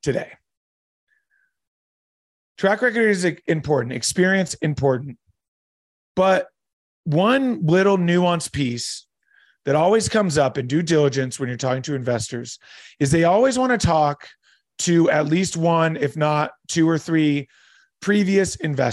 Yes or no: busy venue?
no